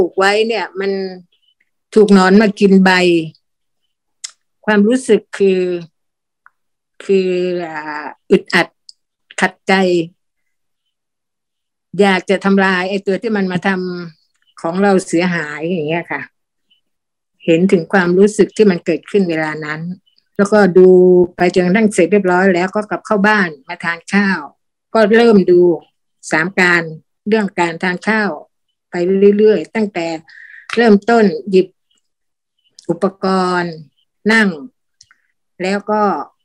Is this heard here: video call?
yes